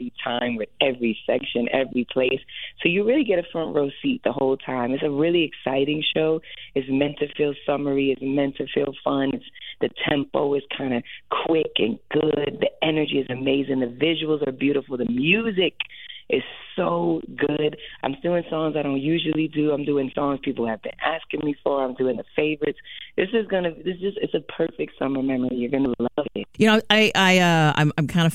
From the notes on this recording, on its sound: Get on the phone line with the decorated vocalist.